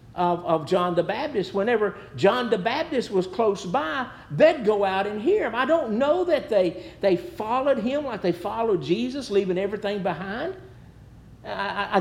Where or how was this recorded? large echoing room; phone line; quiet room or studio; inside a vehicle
large echoing room